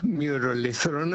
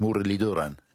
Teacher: the th is a d, which is a dental t with, I think, your tongue touching your teeth · Shown in: second take